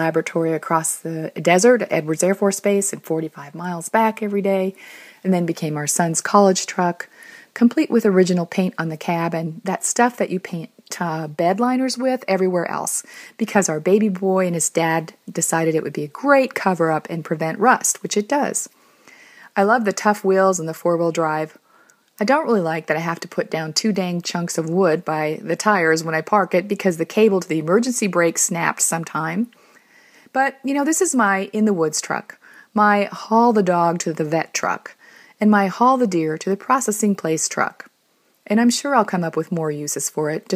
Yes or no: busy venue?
no